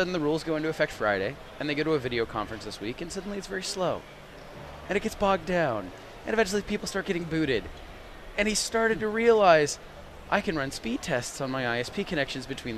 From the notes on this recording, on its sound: Live from InfoComm 2015. Live from the InfoComm 2015 Show floor.